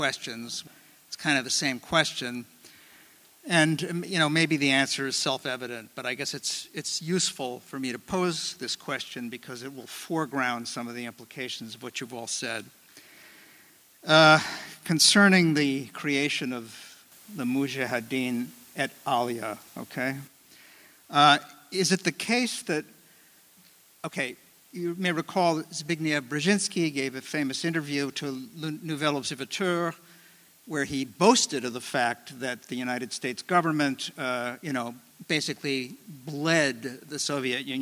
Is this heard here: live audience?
yes